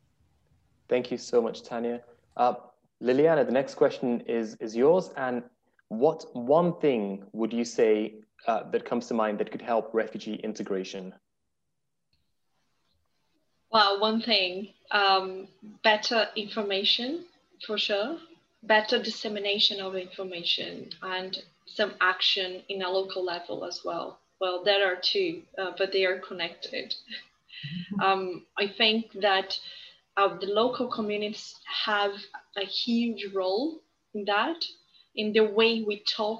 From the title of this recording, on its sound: Sona Circle Virtual Event 2021